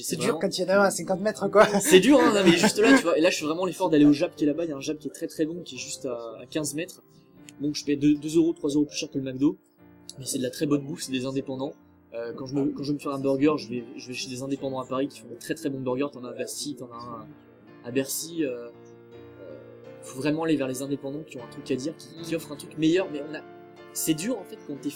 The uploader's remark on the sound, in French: À Game Heaven, un magasin rétrogaming situé 53 Avenue de la République à Paris. L'interview a été enregistrée le 3 juillet dernier.